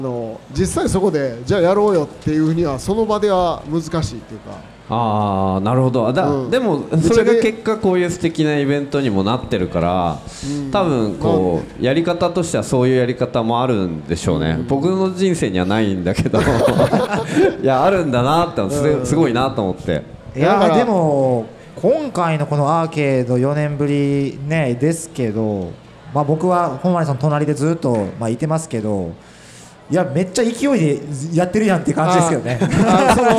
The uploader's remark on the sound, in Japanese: 今回の配信はArcade in 那智勝浦2023で行われたkisen radio presents Arcade RADIOの公開収録の最終回です。